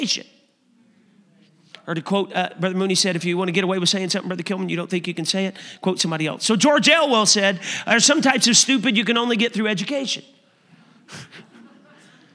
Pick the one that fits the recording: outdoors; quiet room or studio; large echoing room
large echoing room